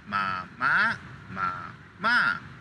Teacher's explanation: There's mid-tone, high-tone, low-tone, falling tone, and rising tone. · Term: five tones